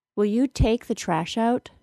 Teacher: I can easily stress the word take because it is followed by the word the, which is not being stressed.